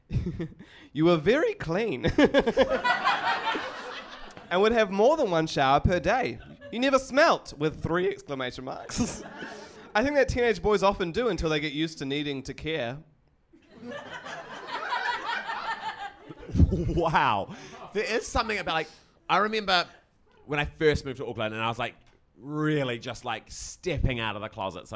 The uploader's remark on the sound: Taped in front of a live studio audience